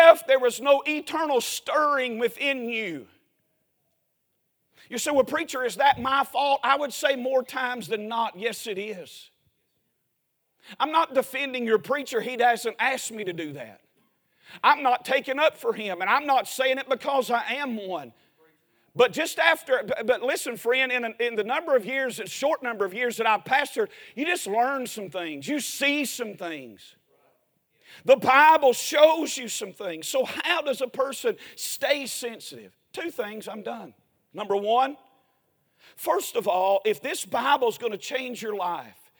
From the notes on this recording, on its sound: A sermon preached Sunday Morning during our Spring Jubilee, on March 26, 2023.